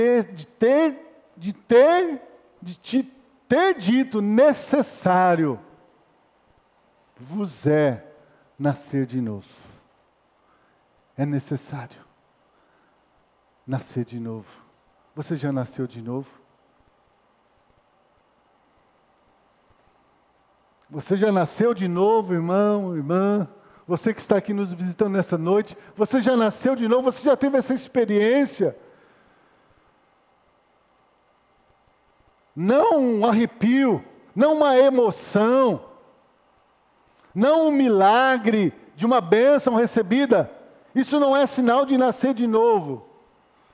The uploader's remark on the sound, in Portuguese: Culto noturno gravado em 09-02-2020 na Igreja Evangélica Batista em Campo Grande-MS